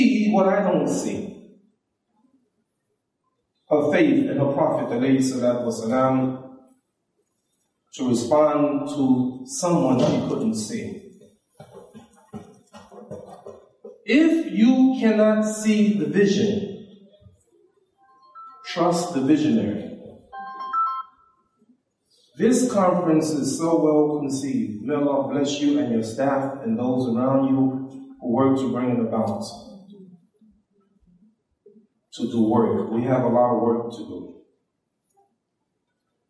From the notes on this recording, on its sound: This lecture was given at the IONA Convention.